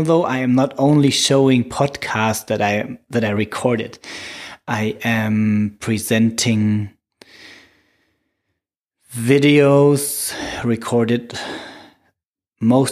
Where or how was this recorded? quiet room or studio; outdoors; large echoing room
quiet room or studio